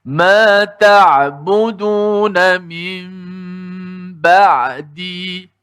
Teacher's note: Jadi bacaannya ialah ma ta'budun mim ba'di qalu ma ta'budun mim ba'di satu dua mula Ya dan dipanjangkan gunnah itu uh, dipanjangkan gunnah itu uh, sepanjang dua harakat pun boleh. Ma ta'buduna min ba'di Ma ta'buduna min ba'di Bila sebut tukar kepada mim, maka sebut mim matilah.